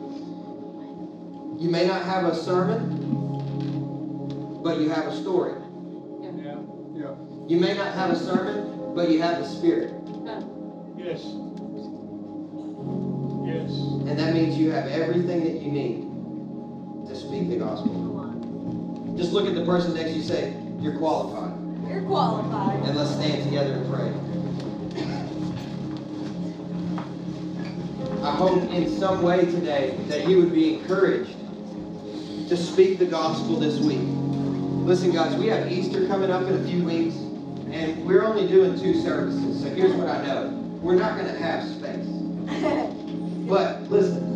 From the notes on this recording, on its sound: Legacy Nashville -- salvaged audio.